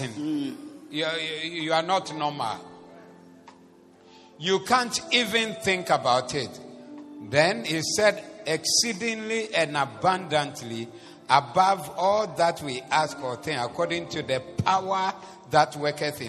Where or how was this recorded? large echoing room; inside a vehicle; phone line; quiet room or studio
large echoing room